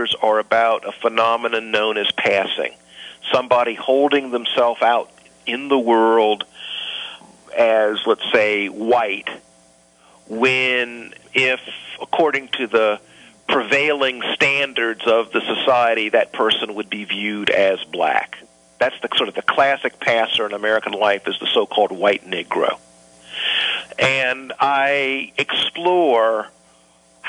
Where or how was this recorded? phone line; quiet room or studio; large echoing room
phone line